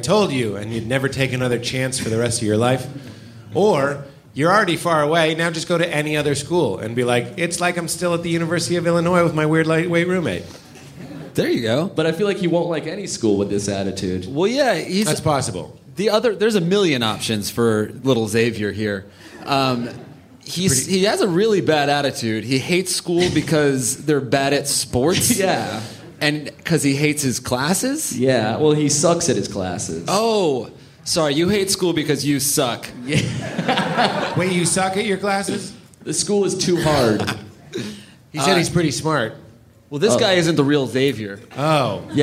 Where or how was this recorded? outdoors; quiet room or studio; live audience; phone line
live audience